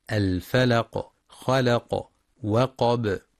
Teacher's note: وينتبه القارئ للقلقلة عند الوقف على الفلق خلق وقب